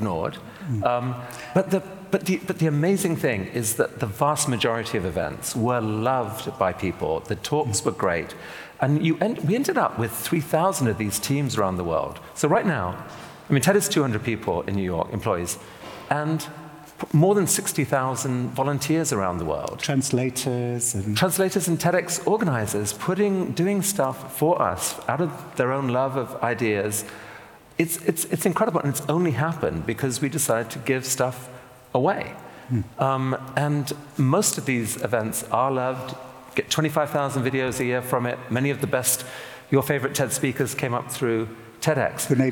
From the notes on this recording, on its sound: This conversation is a recording of our Intelligence Squared event at London’s Union Chapel. Onstage.